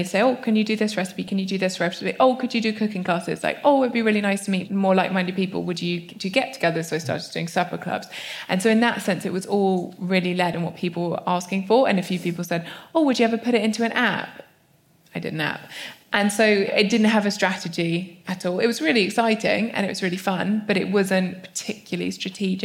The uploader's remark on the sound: The first ever live recording of the feel better podcast.